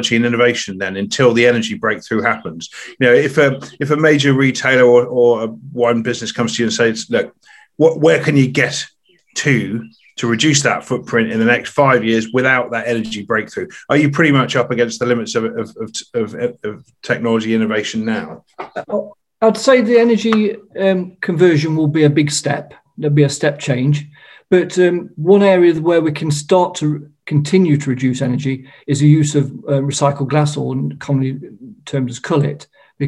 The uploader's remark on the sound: This is a recording from our Sustainable Wine Packaging online conference that took place on 23rd June, 2021.